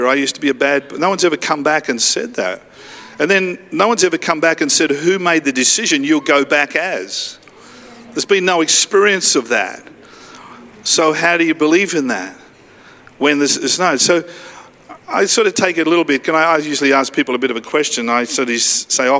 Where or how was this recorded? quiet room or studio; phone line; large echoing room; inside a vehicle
large echoing room